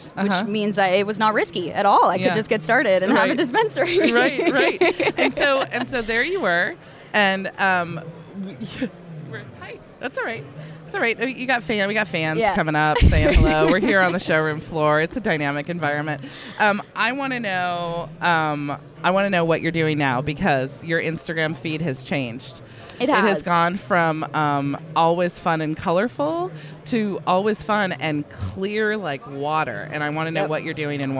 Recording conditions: busy venue